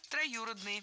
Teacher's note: Ударение ставим на гласную «ю».